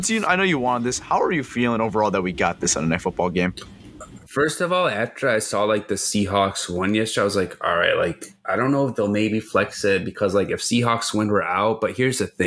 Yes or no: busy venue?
no